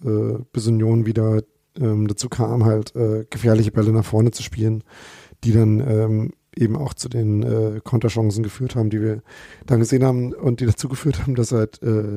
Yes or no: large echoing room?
no